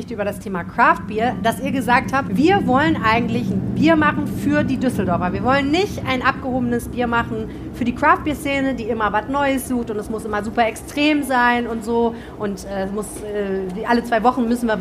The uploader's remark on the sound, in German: Darum ging es bei Rheinpegel LIVE am Stadtstrand im Oktober. Haben wir uns am Rheinufer getroffen.